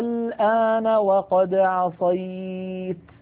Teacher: أيضا نلاحظ هذه الألفات جاء بعدها حرف ساكن مشدد، قد يكون الساكن غير مشدد، مثلا قوله تعالى في سورة يونس الآن وقد عصيت. لاحظوا هذا حرف مد، ألف ساكنة مفتوح ما قبلها، وبعدها لام ساكنة واللام غير مشددة، ولم يأتي هذا المثال إلا ولم يأتي المد اللازم الذي بعده سكون غير مشدد إلا في هذه الكلمة على رواية حفص عن عاصم.